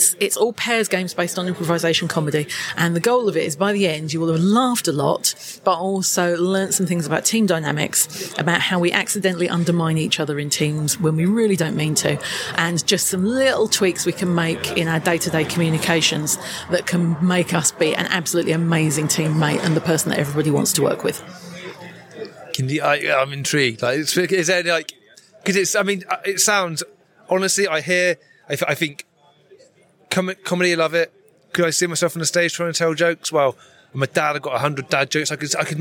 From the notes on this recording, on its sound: We find ourselves at Lean Agile Brighton 2023